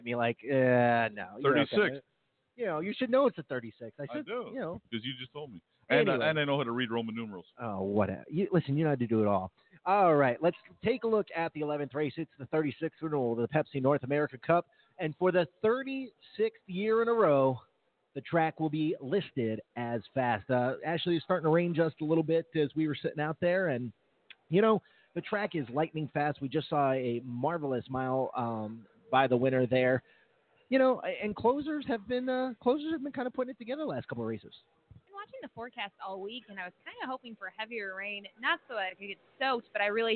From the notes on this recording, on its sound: 2019 Pepsi North America Cup. Live interviews from the paddock, handicapping analysis, and winner’s circle reactions as the night goes.